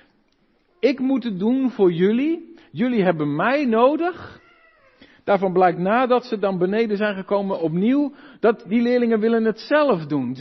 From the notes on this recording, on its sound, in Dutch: De preek is op 12 februari 2023 opgenomen in de Maranathakerk te Groningen